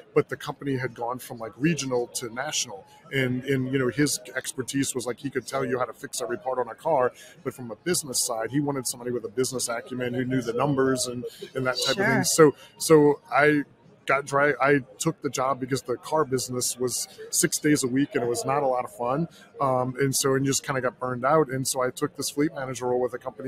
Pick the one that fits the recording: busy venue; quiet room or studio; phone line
busy venue